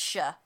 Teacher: I would say, an SH sound instead of a CH